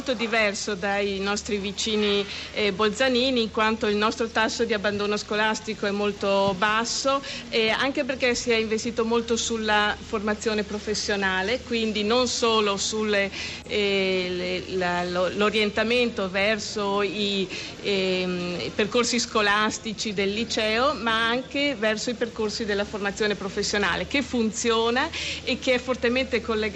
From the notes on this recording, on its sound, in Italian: Festival economia di trento. In diretta da piazza duomo.